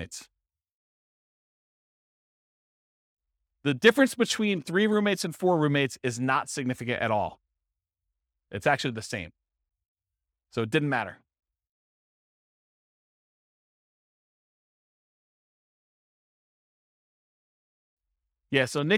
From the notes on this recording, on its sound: This was a live class recorded